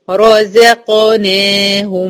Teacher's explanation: الر هنا مفخمة والزين مرققة